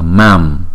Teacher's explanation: Chữ mam này chúng ta đọc kéo dài hai nhịp